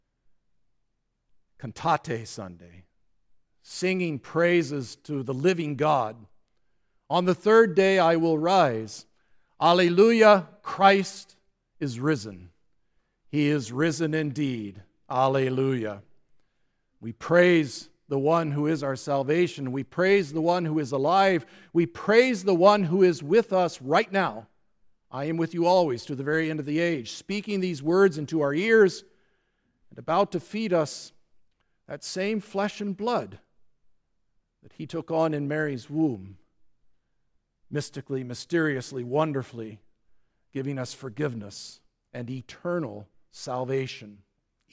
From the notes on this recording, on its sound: the service for the Fifth Sunday after Easter at Grace Lutheran Church, Lexington, MO